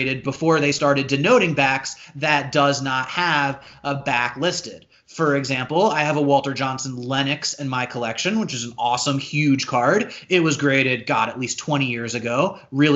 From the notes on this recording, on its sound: This episode was recorded via Skype during the COVID-19 quarantine.